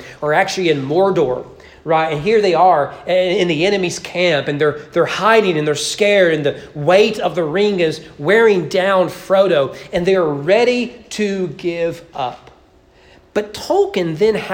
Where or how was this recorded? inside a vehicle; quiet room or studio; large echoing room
large echoing room